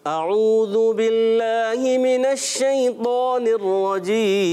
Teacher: ذال کی ادائیگی ہونی چاہیے زا نہیں